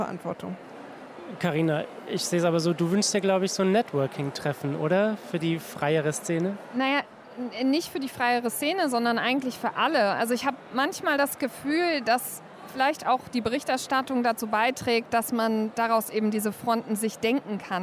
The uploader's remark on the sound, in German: Live-Podcast von der Republica